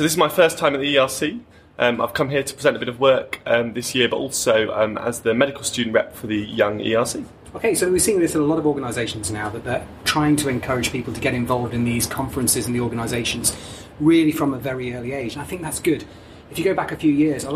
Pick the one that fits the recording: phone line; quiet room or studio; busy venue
busy venue